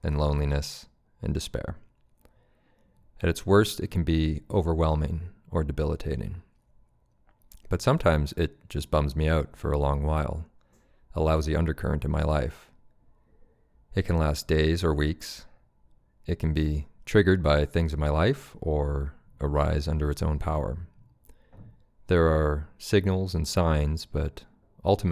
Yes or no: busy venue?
no